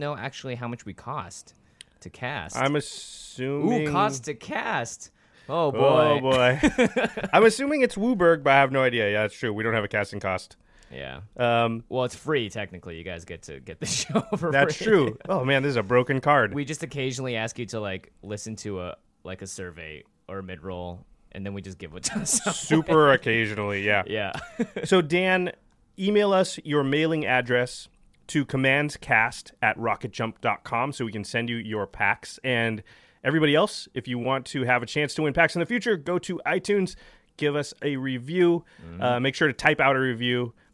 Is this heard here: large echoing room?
no